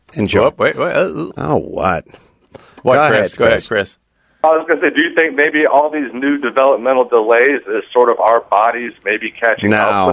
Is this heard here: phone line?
yes